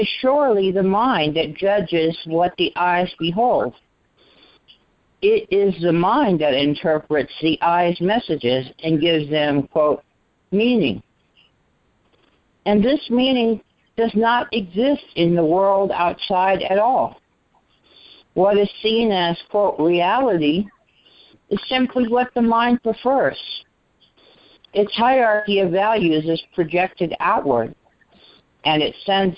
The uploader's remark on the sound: ACIM Daily TEXT Conference Call.